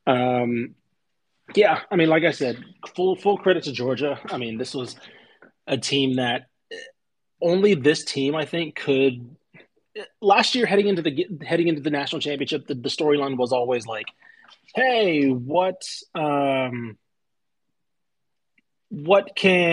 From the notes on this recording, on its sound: This episode was recorded via Twitter Spaces.